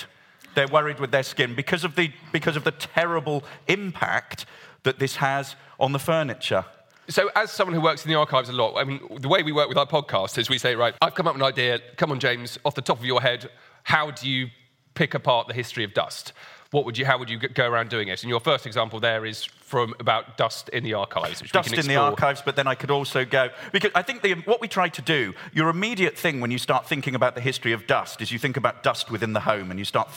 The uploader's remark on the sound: In a special live episode